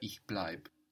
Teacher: And in spoken German, ich bleib is very common. In spoken German, it's very common to lose that last E.